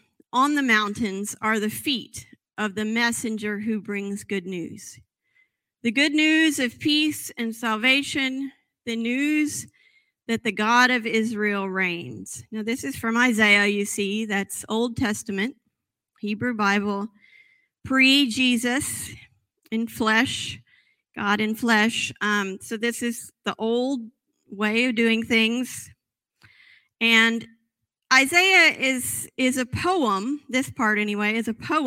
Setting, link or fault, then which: setting, large echoing room